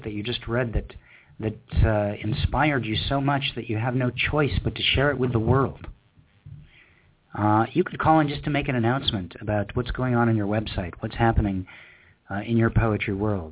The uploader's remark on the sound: We played a number of spoken word tracks from poets all over the world. We also had live callers reading poems from Downtown, Los Angeles, Richmond, Indiana and Birmingham Alabama.